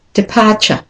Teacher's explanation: the last syllable, T-U-R-E, that common ending, is always said as a schwa. So it becomes ch.